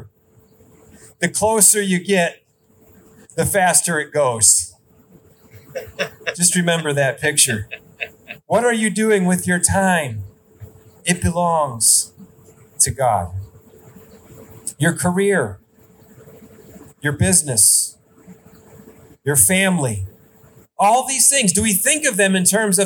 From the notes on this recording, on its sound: Outdoor Service. Sermon recorded live AT HOLLAND FMC.